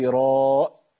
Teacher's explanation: زي ما كتير من الناس بيعملها ويقطع في حرف المد ويجيب همزه فيخليها راء